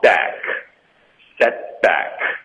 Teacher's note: set 的特我们会省略，然后导致一个干脆的停顿